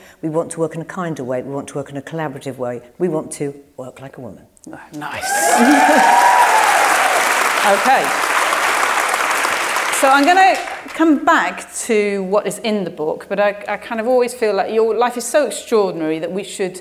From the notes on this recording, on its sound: In front of a live audience at the Shaw Theatre, London. Thanks to Penguin Random House for producing this live event, the staff at the Shaw Theatre.